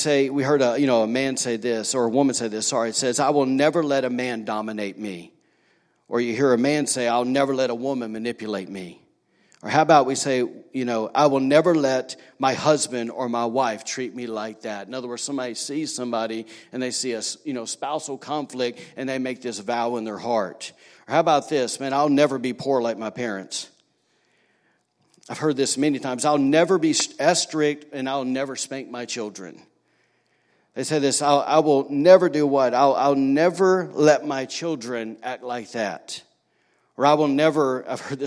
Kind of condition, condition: setting, large echoing room